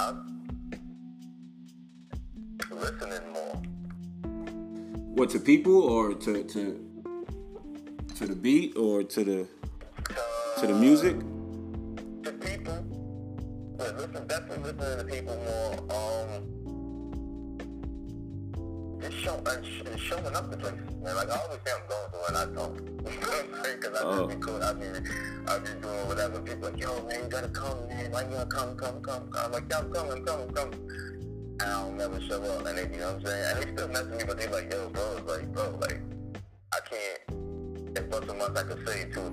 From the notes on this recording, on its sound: Unreleased Phone time Interview